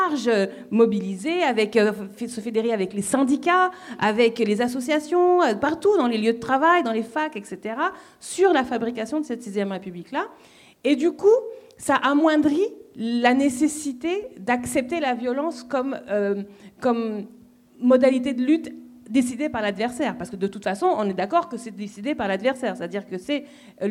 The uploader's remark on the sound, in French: AuPoste en public